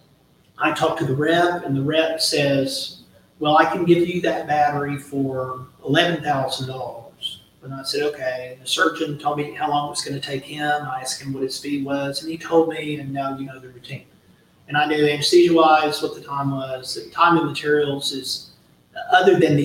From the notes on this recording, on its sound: LIVE from the annual FMMA conference!